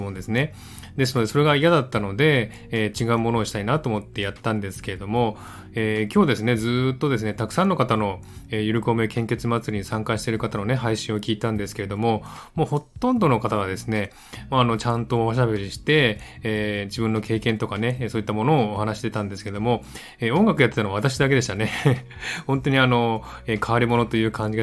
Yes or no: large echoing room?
no